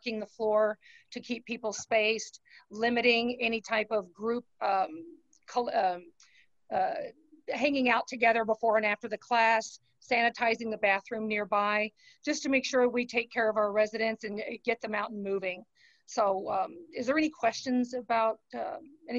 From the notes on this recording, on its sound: Meeting conducted through Zoom.